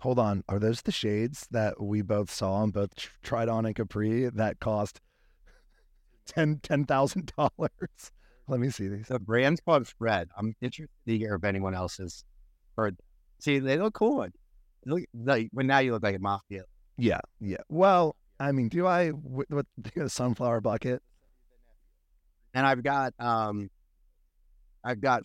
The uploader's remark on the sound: test out recording poolside (apologiesfor the technical difficulties this episode)